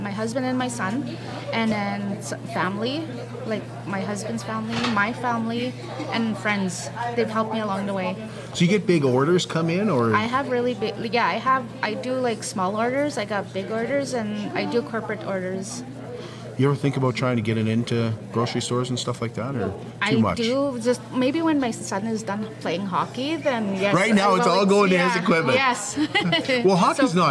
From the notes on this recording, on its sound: Join us as we go live at the Indigenous Makers Market.